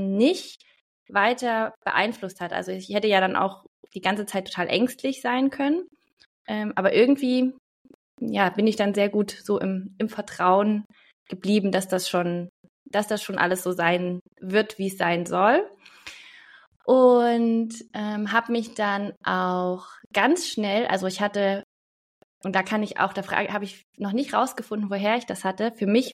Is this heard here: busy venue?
no